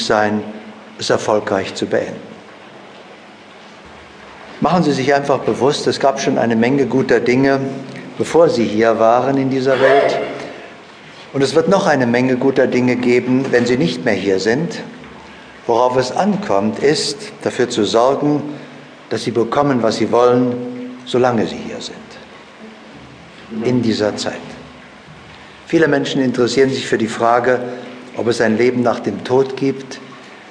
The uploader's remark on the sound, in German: Seminar-Live-Hörbuch